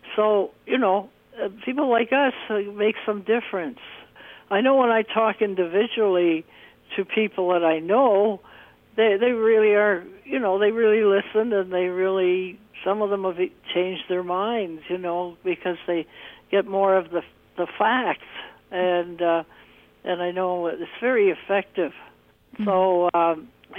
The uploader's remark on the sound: I had with me on the phone